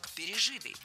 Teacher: Если перед нами причастие, а здесь перед нами именно оно, то ударение ставим на третий слог